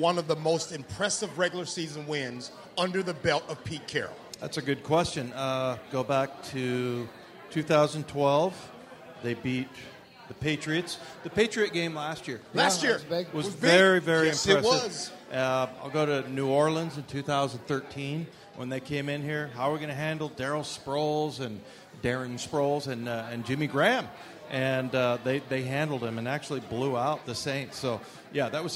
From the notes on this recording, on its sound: sit down live at Pearl Bar and Dining in Bellevue